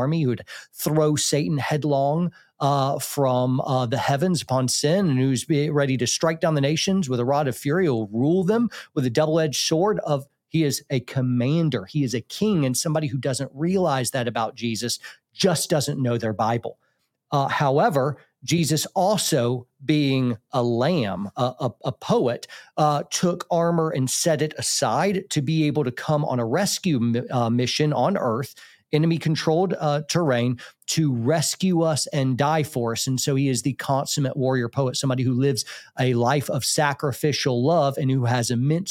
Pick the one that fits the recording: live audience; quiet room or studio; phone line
quiet room or studio